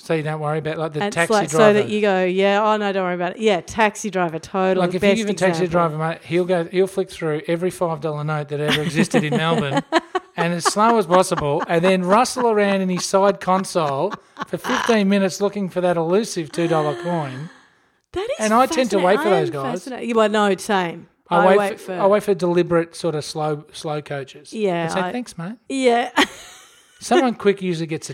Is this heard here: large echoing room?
no